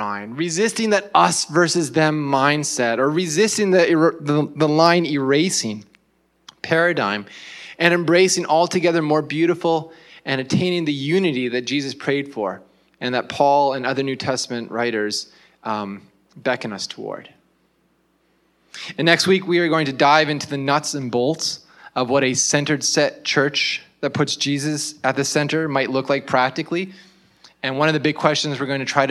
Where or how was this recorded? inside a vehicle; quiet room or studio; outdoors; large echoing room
large echoing room